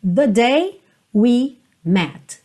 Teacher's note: esse the day fica bem curtinho, the day, e depois we met com mais espaço, com mais tempo aí